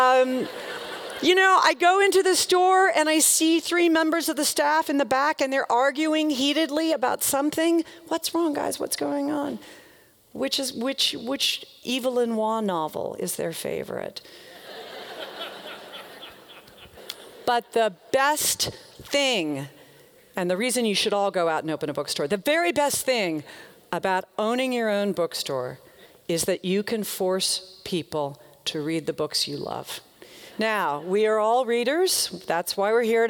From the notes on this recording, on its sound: The talk in this episode is from her appearance at Portland Arts & Lectures in 2013.